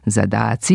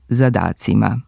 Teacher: se gubi suglasnik t ispred glasa c, koji je slivenica glasova t i s, pa od zadatci ili zadatcima dobijamo ispravni oblik zadaci, to jest zadacima.